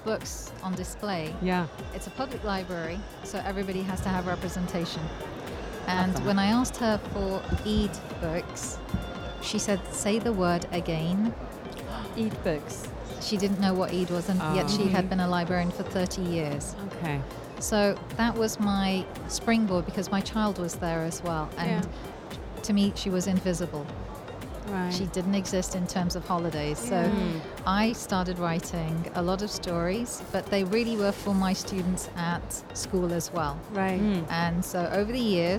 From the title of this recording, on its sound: Live from SIBF 2023